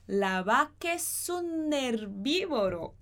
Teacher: Esse S vai juntar com o un.